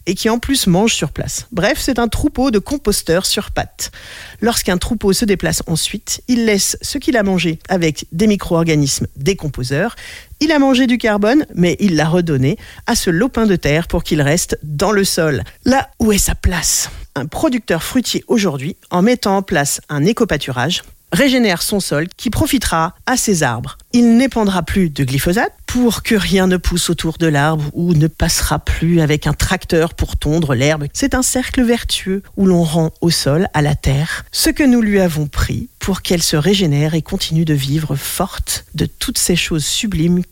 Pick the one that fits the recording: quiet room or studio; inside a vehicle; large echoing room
quiet room or studio